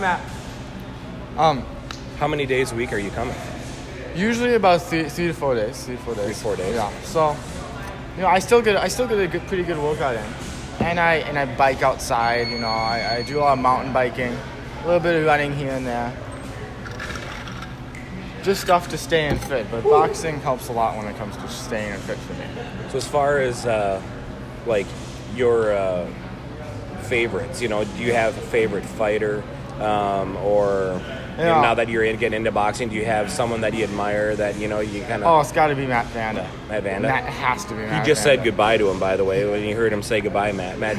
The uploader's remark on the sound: At the Rice Street Old School Boxing Gym. The Minnesota Fight Night podcast.